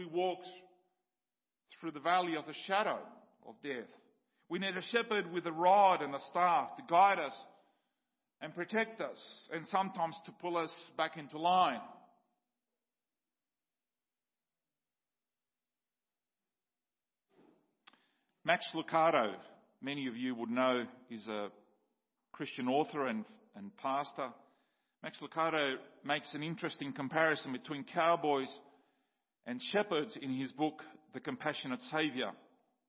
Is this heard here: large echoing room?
yes